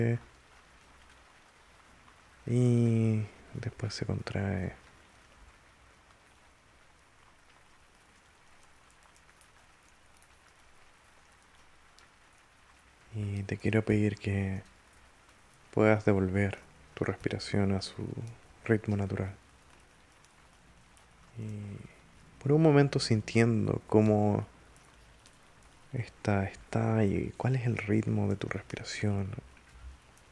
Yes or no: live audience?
no